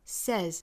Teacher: 后面这个 s 应该是读浊音的清清浊浊的规律哈，元音属于浊音类所以是 z